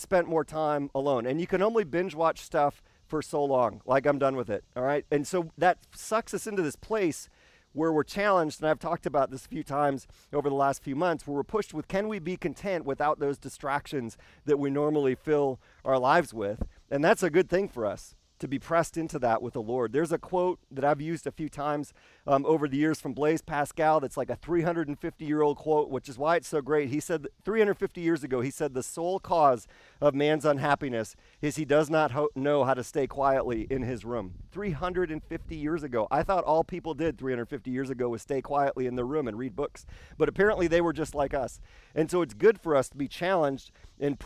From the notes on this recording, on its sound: This service was filmed and recorded outside.